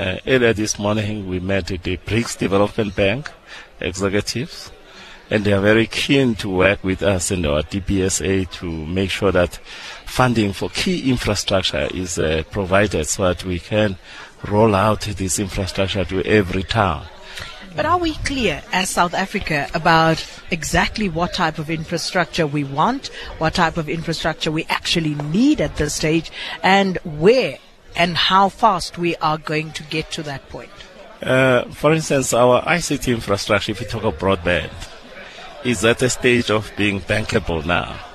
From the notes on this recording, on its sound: We broadcast live from the Sandton where we spoke to variouys role players and analysts.